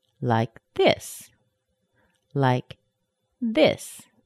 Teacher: Notice how the tone of my voice went up. That's how we change the tone.